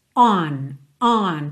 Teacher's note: você já faz o formato mesmo do O, on, só que ele é super nasal, é mais aberto, não é uma letra O, O, O, O, é on, on, tem esse A, A aqui, A, on, on.